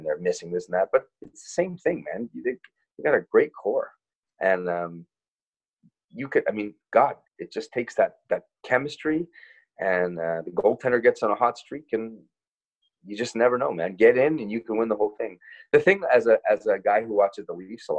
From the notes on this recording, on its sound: joins the Zoom version of the podcast